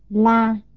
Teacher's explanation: La, middle level tone.